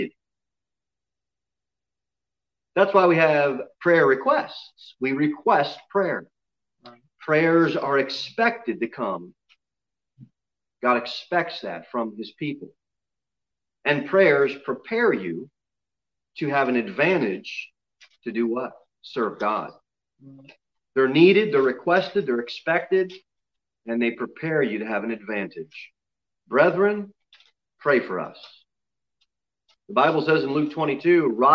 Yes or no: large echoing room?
yes